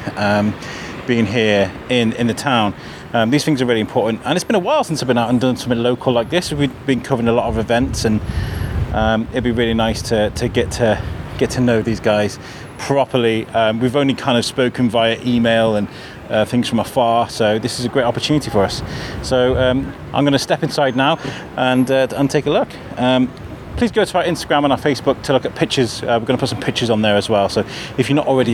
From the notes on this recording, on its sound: Coming to you from Claremont St in the Middle of Shrewsbury. The brand new home offices for Age UK Shropshire, Telford and Wrekin. While the champagne and canapes are passed around in celebration of the new beautiful offices.